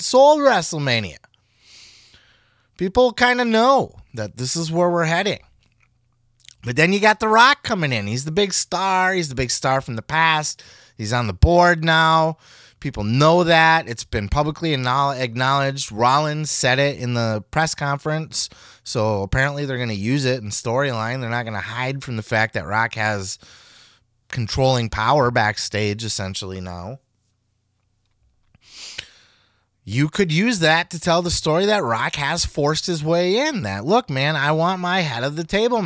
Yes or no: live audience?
no